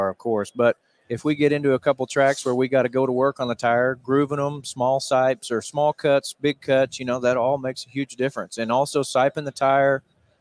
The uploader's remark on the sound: Live from PRI Trade Show in Indianapolis, IN.